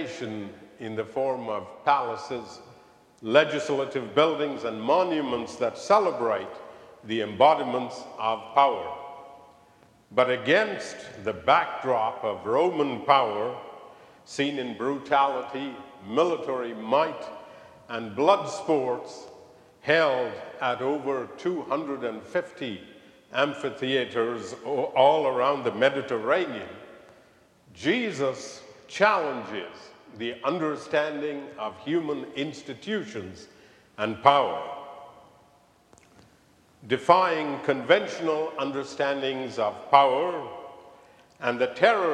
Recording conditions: large echoing room